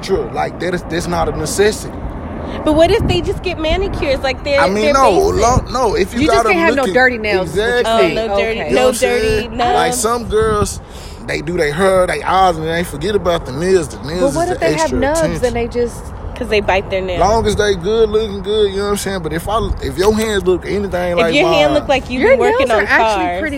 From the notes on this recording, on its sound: We have two quick guest pop on just to shoot the breeze.. We recorded outside because it’s nice.